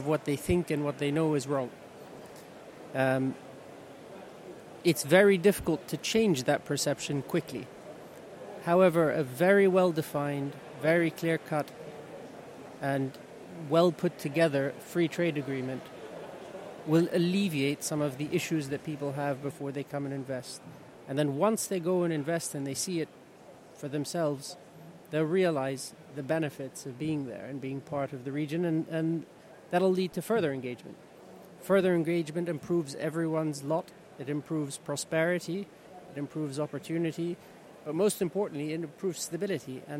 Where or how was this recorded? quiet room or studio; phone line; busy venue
busy venue